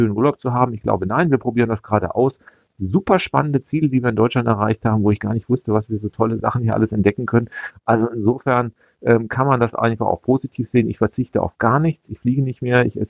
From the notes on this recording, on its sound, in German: Am Telefon sprechen wir mit ihm